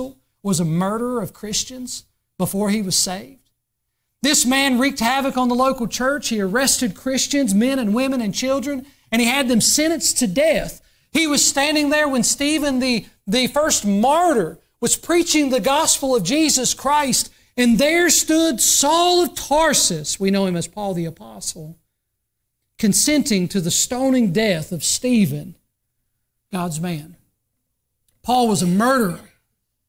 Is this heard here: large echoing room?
yes